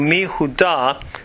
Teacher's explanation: The nun has dropped out, and then the yod of Yehuda is used here along with the hirik under the mem to form a vowel in the hirik yod.